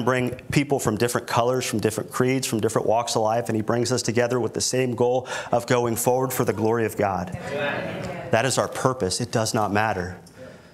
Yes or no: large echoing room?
yes